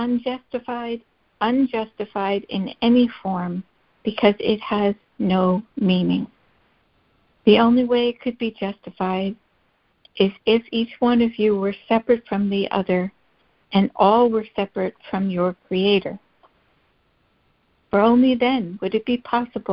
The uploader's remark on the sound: ACIM Daily Conference Call